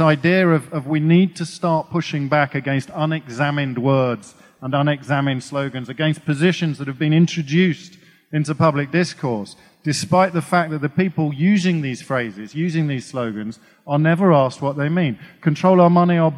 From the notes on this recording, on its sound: Recorded on 10th Feb 2020 at EartH Hackney.